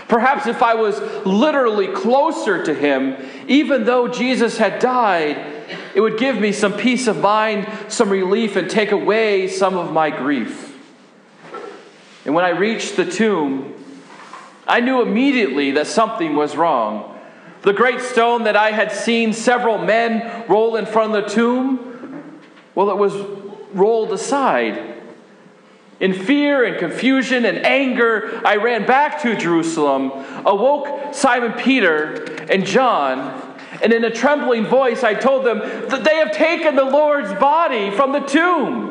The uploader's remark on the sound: This sermon was preached at Faith Lutheran Church Gardner, MA.